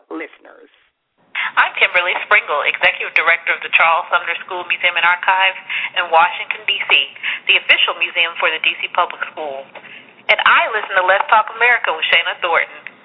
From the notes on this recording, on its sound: will be taking live callers throughout the show